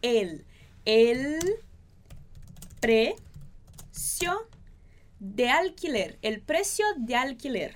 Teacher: El precio, aqui é uma coisa muito importante, a gente não fala el, nem el, tá bom? El, o E fechado, como em você, e o L mais exagerado